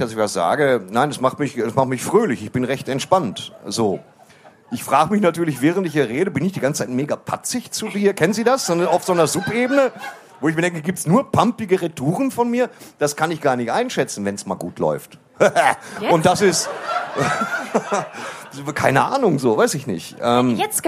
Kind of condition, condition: setting, live audience